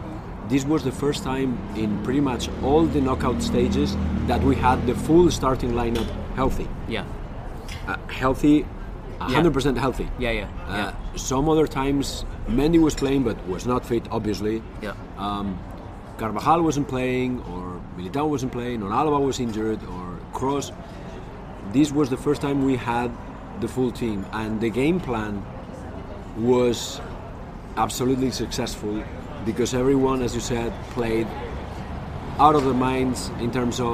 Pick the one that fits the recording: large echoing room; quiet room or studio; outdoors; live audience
outdoors